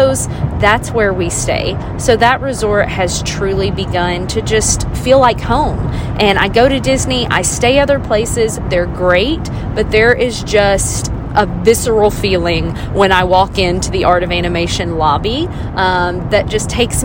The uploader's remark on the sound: This on the go episode is a little chat from my car.